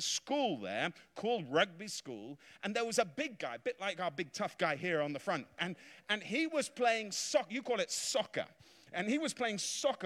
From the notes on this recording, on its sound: Preached in a revival meeting in Florida